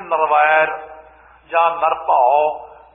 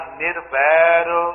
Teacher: ਕਈ ਇਲਾਕਿਆਂ ਵਿੱਚ ਉਹ ਕਹਿਣਗੇ ਨਰਵੈਰ ਜਾਂ ਨਰਭਉ, ਨੰਨੇ ਦੀ ਸਿਹਾਰੀ ਛੱਡ ਜਾਂਦੇ ਨੇ · Shown in: first take